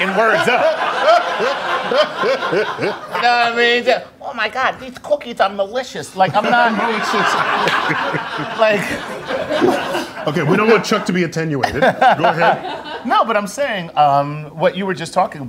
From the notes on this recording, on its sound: Cosmic Queries Live.